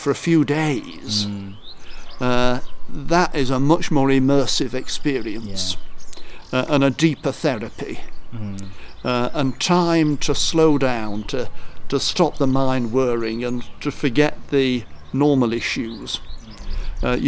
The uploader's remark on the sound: Sorry for the noisy wind on the recording